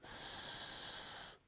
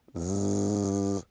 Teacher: In fact, if you hold your fingers against your Adam's apple and just say s, you don't feel any vibration in your vocal cords. · Shown in: first take · But if you change it to a Z sound, "z." you do.